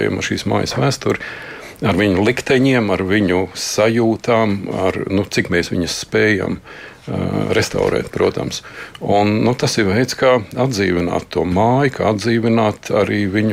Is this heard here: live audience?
no